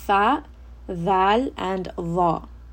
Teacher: Tha, thal, and dha come from the tip of the tongue, touching the edges of the upper two teeth.